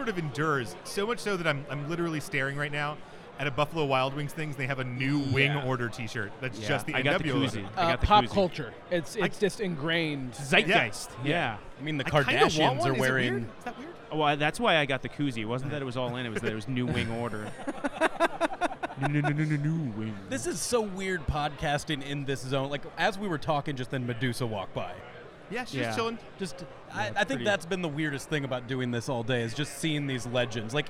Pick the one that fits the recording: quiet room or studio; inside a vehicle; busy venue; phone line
busy venue